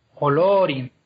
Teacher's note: esa tilde lo que marca es que la vocal es larga, Olorin. Entonces se lleva el acento también.